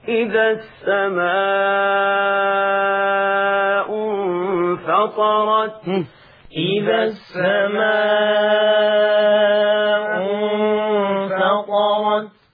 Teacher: الشيخ الحصري يقرأ بمقدار الإشباع ست حركات في المتصل والشباب من خلفه يقرؤون أيضا بذات الإشباع ست حركات كما أوضحنا سابقا أن المتصل فيه الإشباع. · Term: إشباع المد المتصل